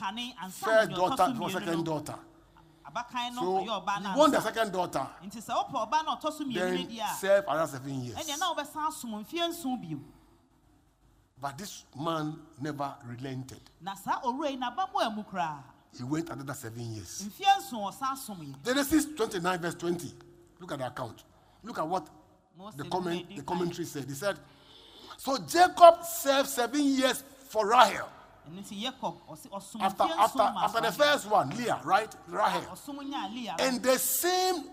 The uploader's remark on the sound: Preached at LCC Goshen